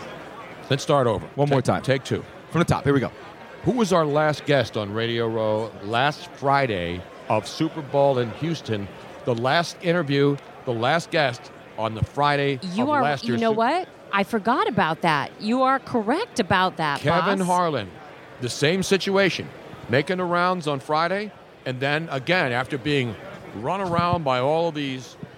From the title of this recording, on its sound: LIVE from #SuperBowl52 Radio Row in #Minnesota at #MallOfAmerica